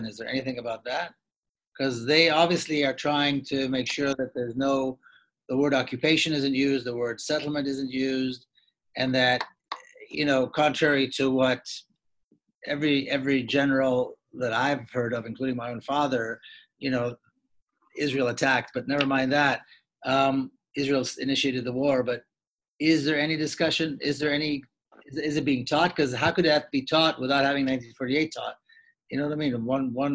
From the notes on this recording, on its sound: Two-part online event series. This event was held online via Zoom.